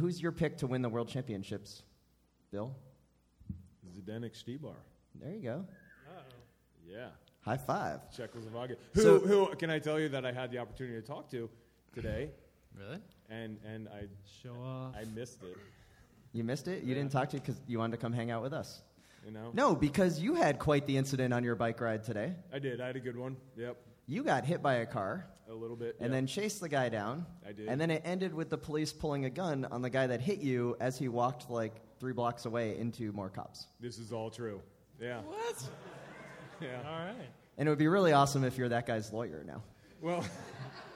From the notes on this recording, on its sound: Live in Richmond VA at the Coalition Theater, Sept 25th, 2015.